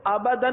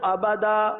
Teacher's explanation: دو زبر کی تنوین کو الف سے بدلتے ہیں · Shown in: second take